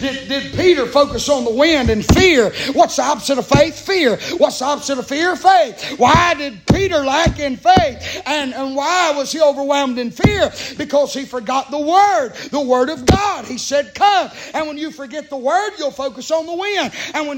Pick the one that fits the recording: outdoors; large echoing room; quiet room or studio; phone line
large echoing room